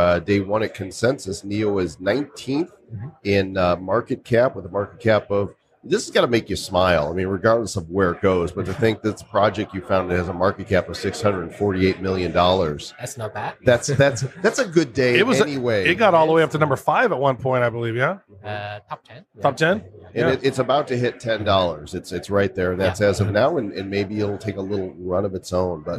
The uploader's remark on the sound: Live from Consensus 2019